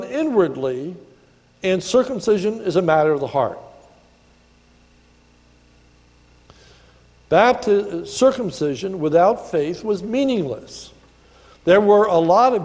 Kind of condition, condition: setting, large echoing room